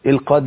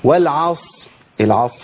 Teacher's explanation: في سوره القدر في خطا مشهور جدا يقع فيه الكثير من اخواننا واخواتنا اللي بيقراوا القران، الا وهو عدم اثبات الراء في اخر الكلمه الموقوف عليها · Shown in: first take · لان اي حرف بقف عليه بسكنه.